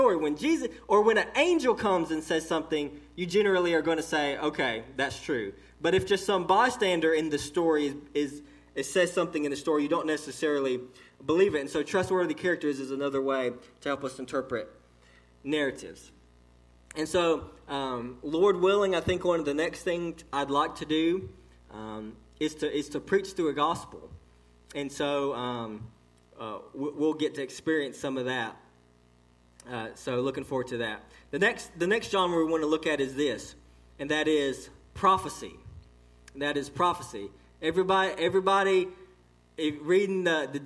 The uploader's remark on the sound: This message was delivered to Cottondale Baptist Church in Eastman, GA.